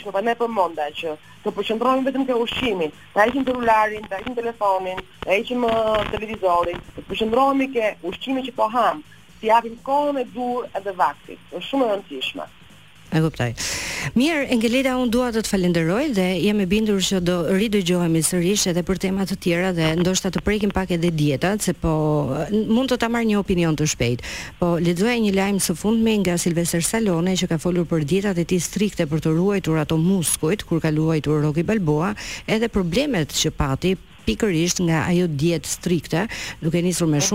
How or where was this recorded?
phone line